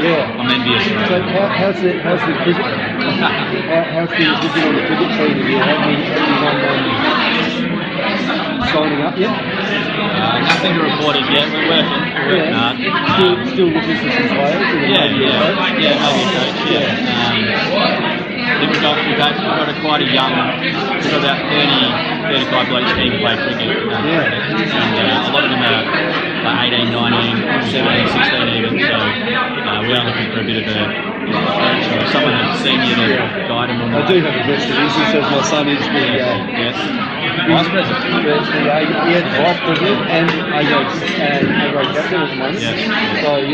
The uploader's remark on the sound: Outside Broadcast Ironbank, Cherry Gardens Football Club